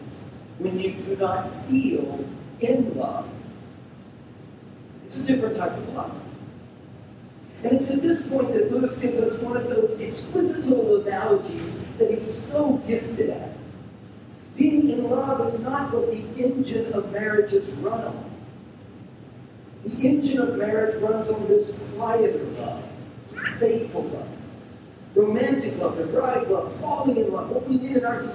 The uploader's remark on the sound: We're sorry for the poor sound quality of this recording. As we figure out these sound issues.